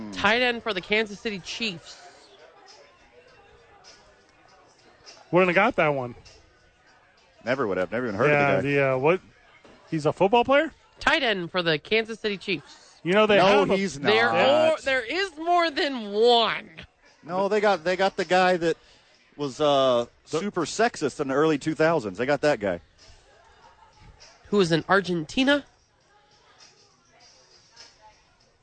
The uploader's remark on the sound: live from ABQ AXE!